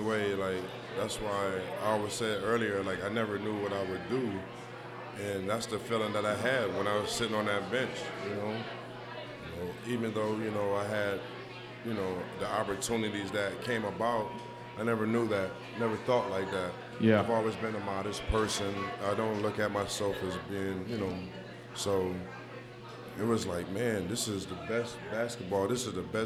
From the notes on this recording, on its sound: LIVE at Mio's